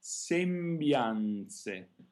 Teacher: both the M and the N are voiced consonants, each followed by another consonant. So we really want to hear them lengthened.